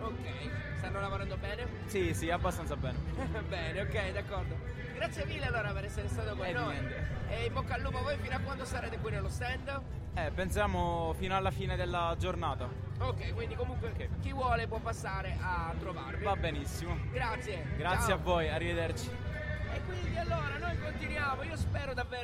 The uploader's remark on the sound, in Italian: Il secondo live dal Corso Umberto I di Caltanissetta